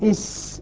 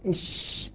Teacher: انتشار الهواء في الفم عند النطق بحرف الشين · Shown in: second take · Term: التفشي